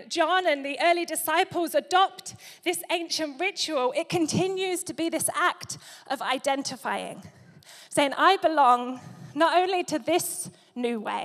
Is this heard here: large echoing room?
yes